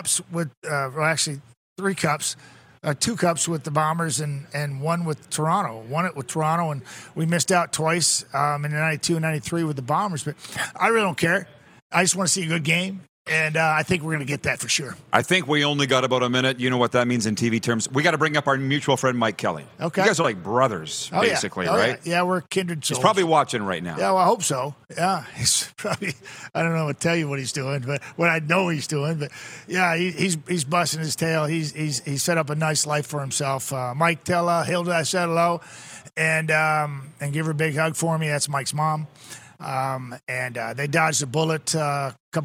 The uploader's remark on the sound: Welcome back to Grey Cup Week in Regina, SK! We are LIVE from Baller's Rec Room.